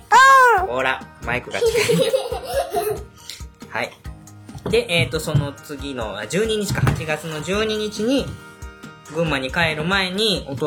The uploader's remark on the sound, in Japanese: 別録した実際の音源もはさんでいますので。本編中、ゲスト２人が発する いろいろな雑音が飛び交います。